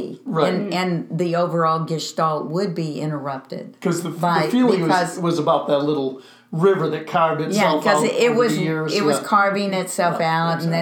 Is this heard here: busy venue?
no